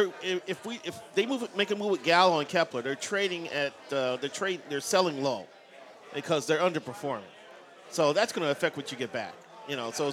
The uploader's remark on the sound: Live at O'Donovan's near Target Field